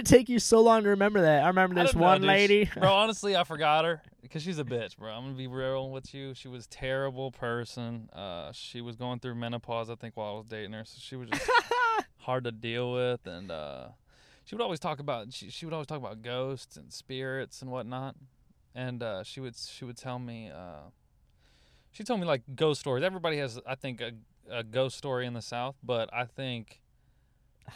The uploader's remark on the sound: a fight happened outside the car